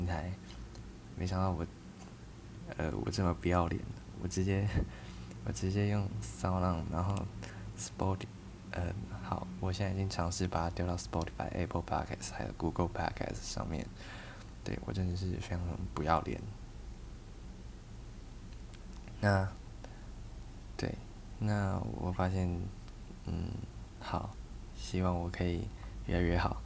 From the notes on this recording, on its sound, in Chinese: 大家耳機不要開太大聲啊～ 我會繼續努力讓品質好一點。錄音時間超級短。